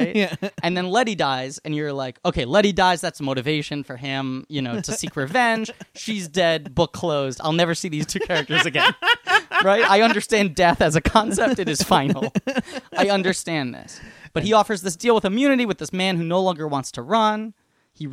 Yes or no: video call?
no